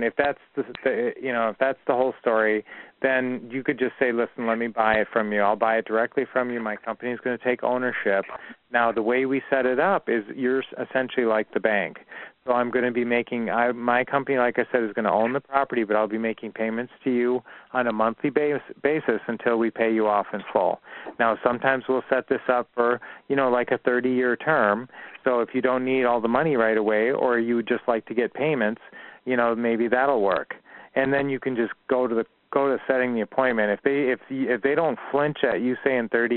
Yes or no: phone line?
yes